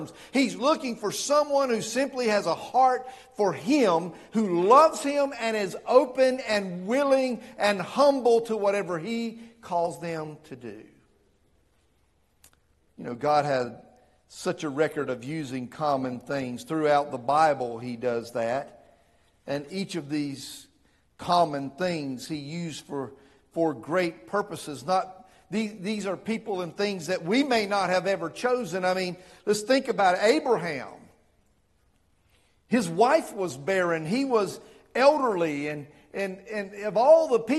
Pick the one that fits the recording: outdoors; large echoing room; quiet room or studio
large echoing room